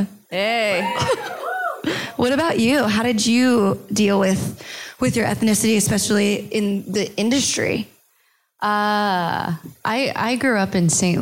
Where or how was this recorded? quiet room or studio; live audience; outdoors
live audience